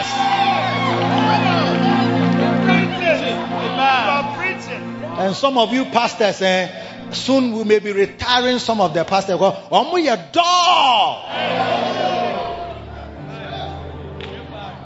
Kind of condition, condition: setting, large echoing room